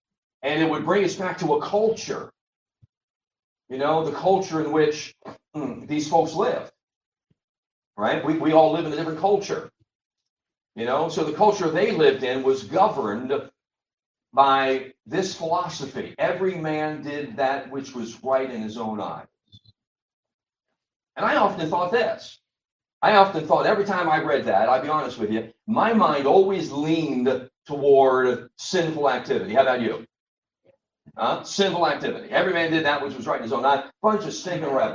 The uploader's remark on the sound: Sorry about the sound....We should have it better next week.